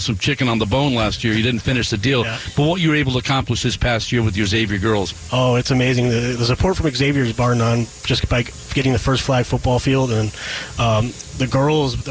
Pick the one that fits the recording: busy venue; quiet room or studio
busy venue